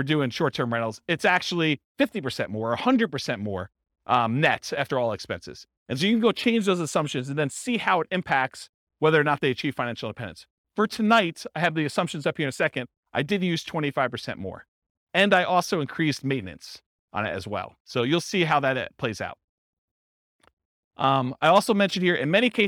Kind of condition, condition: setting, live audience